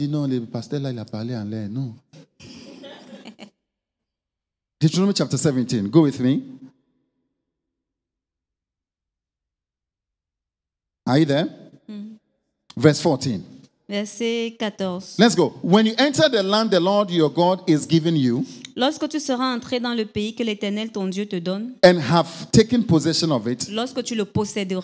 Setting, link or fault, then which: setting, live audience